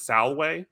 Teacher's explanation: in Latin, they don't really pronounce V's as V's. It sounds more like a W. · Term: W sound